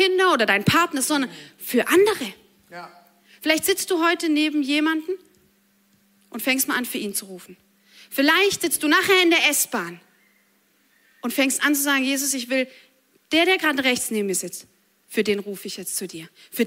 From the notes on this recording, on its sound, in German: Audiomitschnitt der Predigt